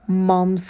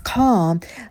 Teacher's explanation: Mom's – очень быстрый звук «а», проскакивает его, и слово car – долгий «а». Опять-таки появляется эта волна и вытяжение.